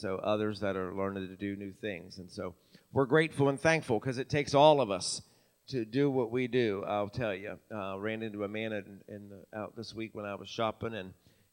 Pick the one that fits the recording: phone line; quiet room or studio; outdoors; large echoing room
large echoing room